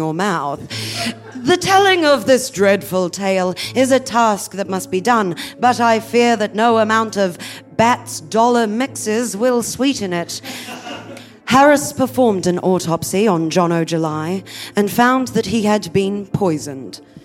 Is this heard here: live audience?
yes